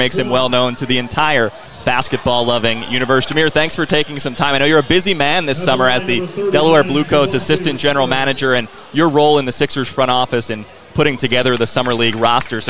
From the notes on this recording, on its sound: live from NBA 2K24 Summer League 2023 in Las Vegas